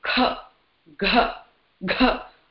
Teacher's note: So, second and fourth are with heavy breath. When I say kha, gha, I put some extra effort to bring the breath outside.